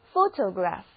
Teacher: 第一个字母 o 发它的本音 o，而第二个字母 o 则读作 a